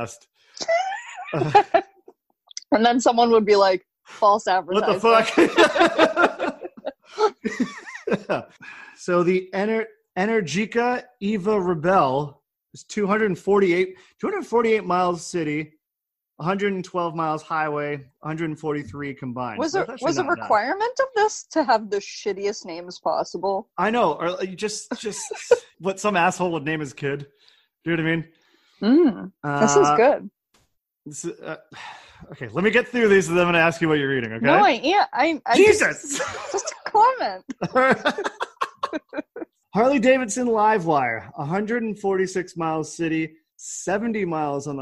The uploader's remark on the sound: This is the only Zoom-recorded episode so far.